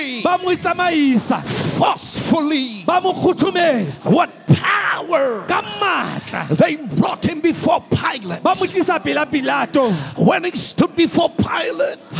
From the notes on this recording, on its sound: preached at the Good Friday Celebration 2018 hosted at the Orlando Stadium